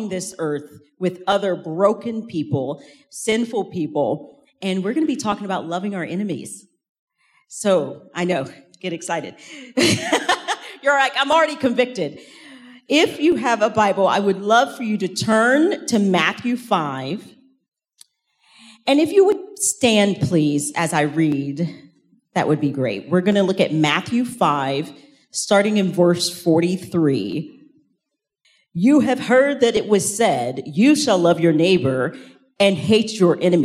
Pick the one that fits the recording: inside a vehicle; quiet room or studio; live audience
live audience